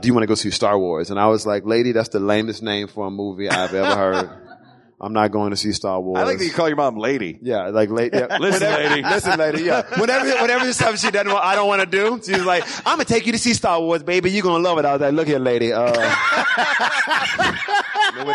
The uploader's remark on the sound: Recorded live at the Rex Theater in Pensacola.